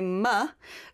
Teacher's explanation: when you say ma, your lips come together. They close. And so the square was meant to represent that closed shape of your lips.